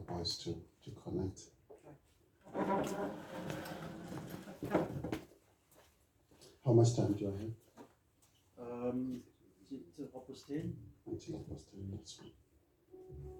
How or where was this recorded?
large echoing room